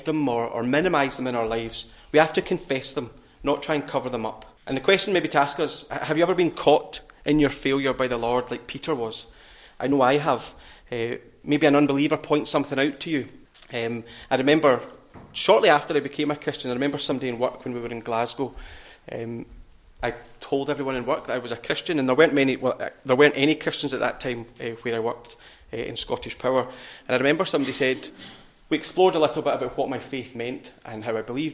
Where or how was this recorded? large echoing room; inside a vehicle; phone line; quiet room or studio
large echoing room